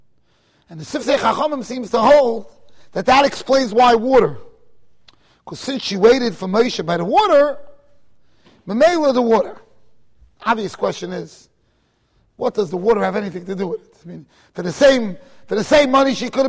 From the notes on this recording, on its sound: Shiur recorded in Kahal Ahavas Yitchok, Monsey NY.